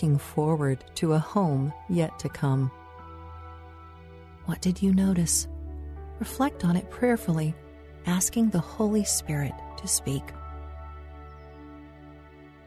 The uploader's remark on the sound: Relax to the sounds of a nature bird walk with mindful music.